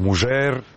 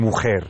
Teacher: Ladino en general, na području cijelog Osmanskog carstva, zadržava neke morfološke osobine predklasičnog španskog tipa dž, ž, š, što su sve foneme koje su u savremenom španskom reducirane na h. Znači, na ladinu se kaže mužer, modernom španskom je mujer.